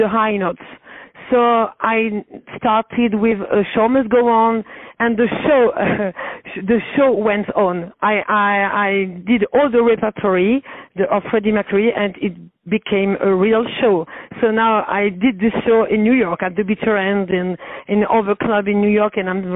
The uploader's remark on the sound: On the phone